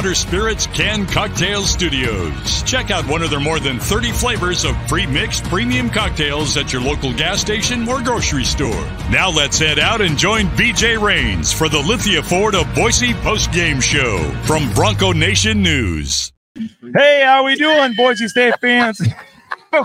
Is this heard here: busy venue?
yes